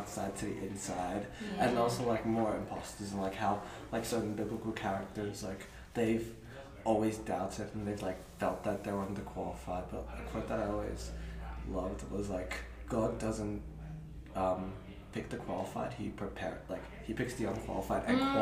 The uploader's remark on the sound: This episode was recorded during a church retreat so you may hear coffee machines, peacocks, dogs and (if you were there) yourself in the background. Despite the audio quality not being perfect.